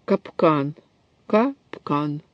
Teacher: А безударный, и это сочетание «пк» уходит в следующий слог. осуществляется тенденция к образованию открытых слогов – капкан.